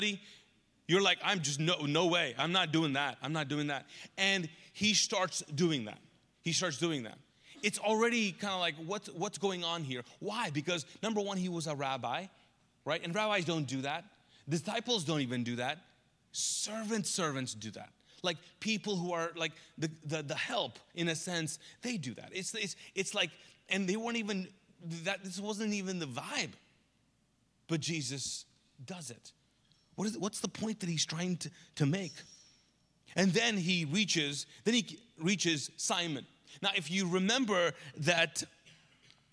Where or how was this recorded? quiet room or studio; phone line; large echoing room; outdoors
large echoing room